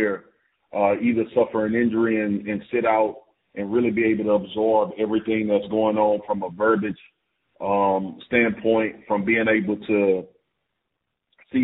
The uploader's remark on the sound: NFL Live Conference Call